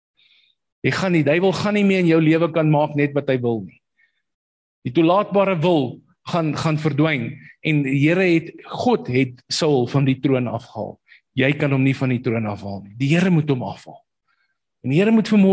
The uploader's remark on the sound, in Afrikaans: Manne van die Woord Zoom Byeenkoms